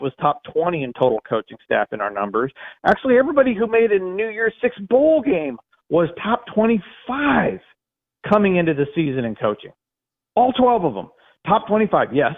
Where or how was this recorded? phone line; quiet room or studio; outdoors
phone line